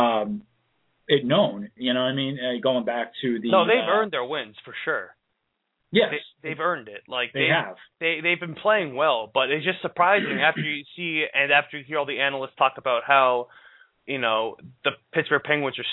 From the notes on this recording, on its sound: Here come's another LIVE episode of Sports Blaggah Radio straight out of Boston! An open forum program where you, the listeners, call in and ask your questions.